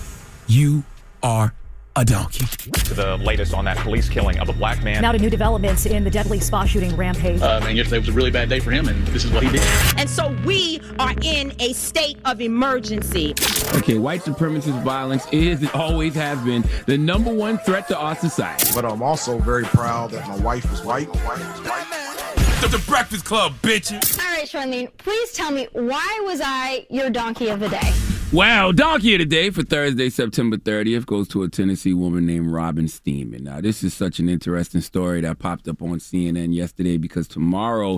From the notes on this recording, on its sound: Today on th show we opened phone lines to hear our listeners confessions.